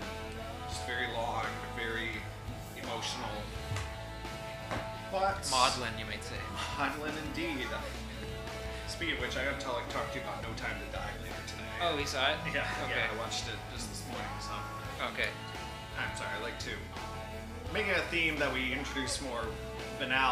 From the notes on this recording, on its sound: Enjoy some honest-to-God in-person synergy. Special thanks to Korekke Club for lending us their facilities, jeers to the incompetent staff, and apologies to everyone listening for the background noise.